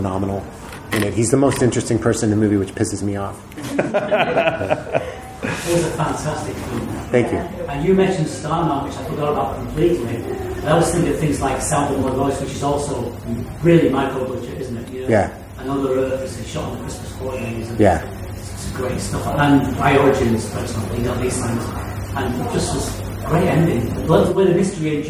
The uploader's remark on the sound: 666 Grimmfest Interviews Part 4. The feature lengh on stage chat. Grimmfest October 2022 was such a fun experience.